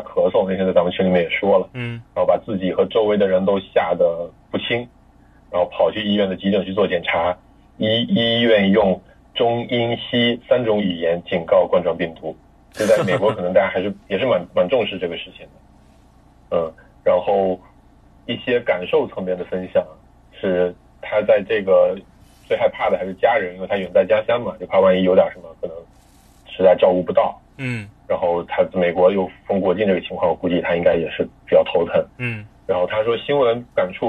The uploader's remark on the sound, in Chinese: 这期节目代表了居家隔离十几天之后，一个相聚的时刻。夜里用微信群聊云录音。一个共创真人秀录出了电话会议的感觉。